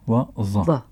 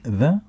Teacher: صوته هو تفخيم لحرف الذال